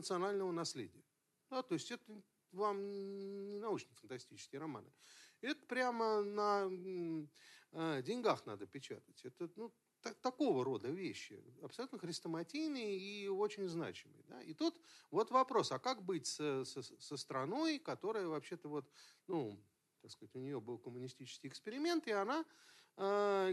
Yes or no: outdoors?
no